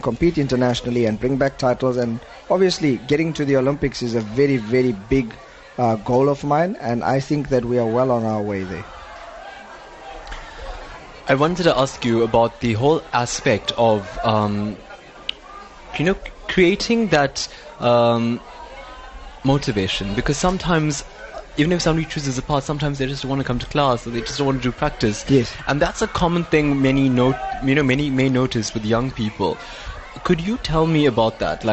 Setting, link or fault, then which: setting, busy venue